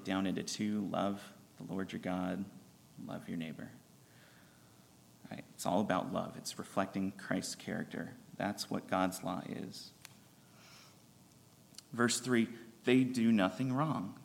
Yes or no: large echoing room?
yes